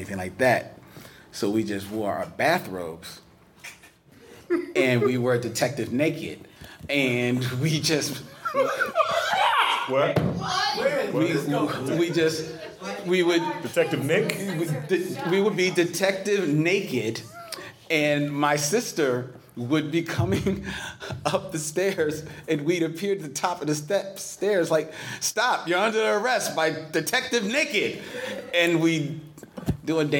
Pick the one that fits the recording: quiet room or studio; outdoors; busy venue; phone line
busy venue